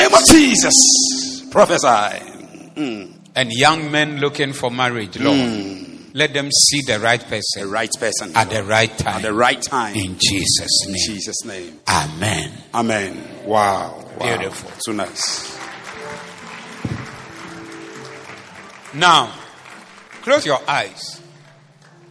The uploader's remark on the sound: Preached at the Zeloo Service